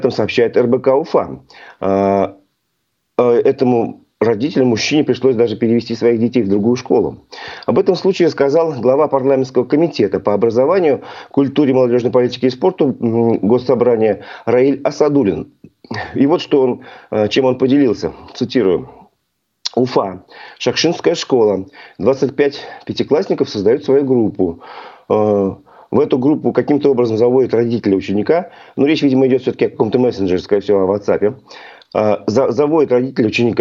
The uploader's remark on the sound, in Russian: По телефону